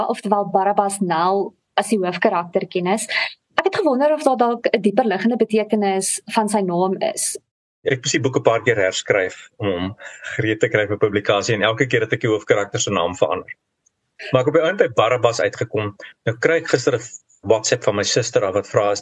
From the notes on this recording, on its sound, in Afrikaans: vanuit sy huis in Nieu-Seeland via Zoom